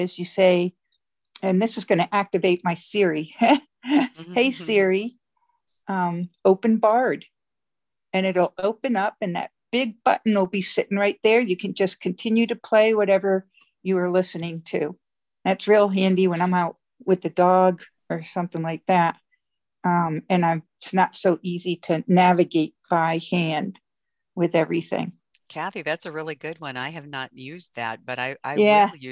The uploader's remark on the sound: Zoom Call Recording of Thurs 12-2-21